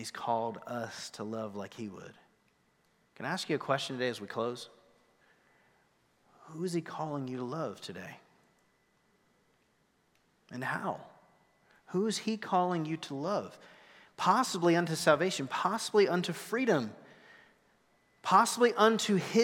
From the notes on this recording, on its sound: Recorded live at The Fellowship at Two Rivers. TR campus.